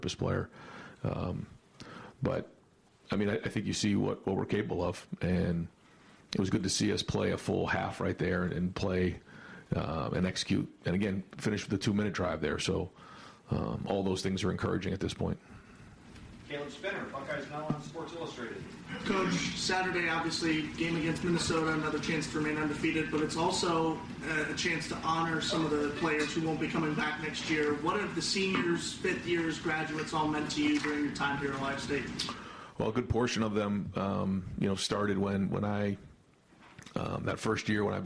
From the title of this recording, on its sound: Tuesday Press Conference